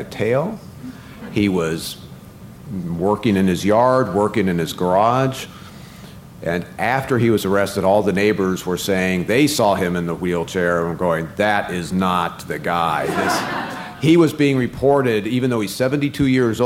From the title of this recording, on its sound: Live From CrimeCon